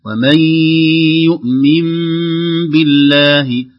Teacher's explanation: وفيها غنة أيضا مقدار حركتين